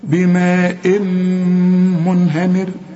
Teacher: التنوين بعد ميم، والميم من حروف الإدغام هنا في غنة